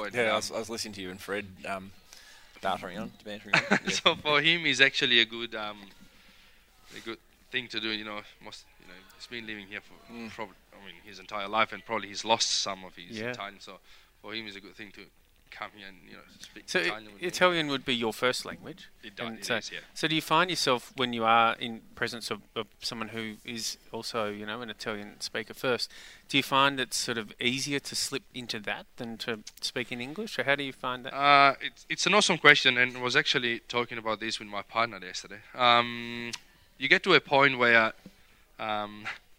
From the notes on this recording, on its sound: King Valley Outside Broadcast.